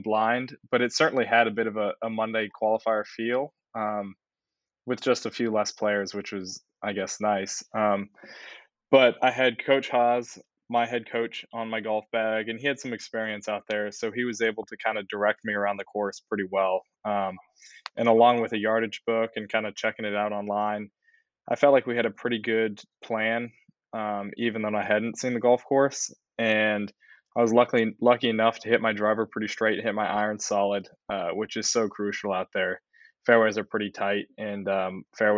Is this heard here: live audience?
no